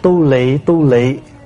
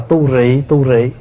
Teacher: ở ngoài Bắc là đa phần đọc chữ lị · Shown in: first take · Ví dụ như là tu lị, tu lị, thay vì mình đọc là tu rị, tu rị.